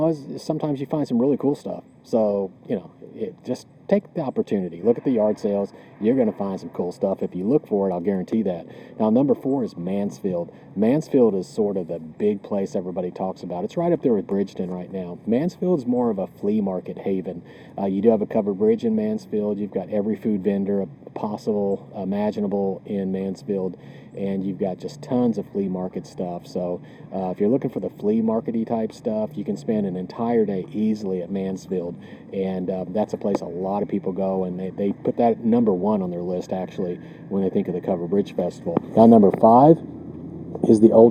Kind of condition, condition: setting, outdoors